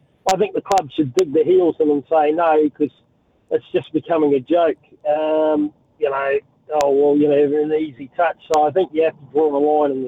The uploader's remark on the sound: opens up the phone lines to see what listeners think